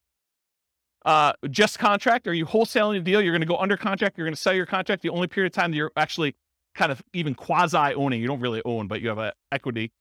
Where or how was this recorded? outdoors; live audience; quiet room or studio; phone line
live audience